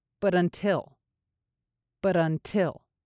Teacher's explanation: When you put these two words together, the first two syllables kind of get squished together, and then you can take a slight break for the third syllable